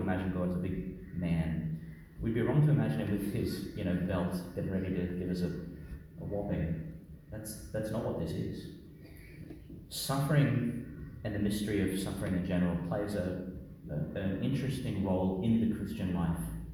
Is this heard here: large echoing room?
yes